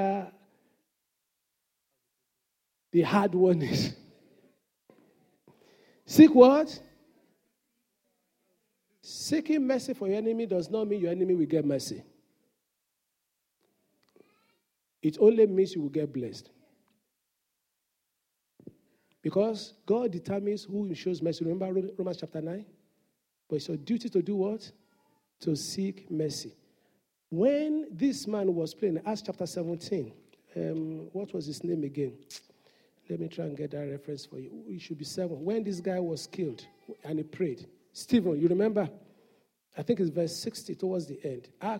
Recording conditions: large echoing room